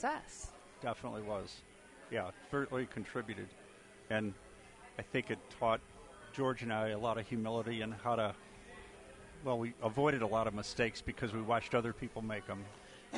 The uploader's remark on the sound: Live From SugarFire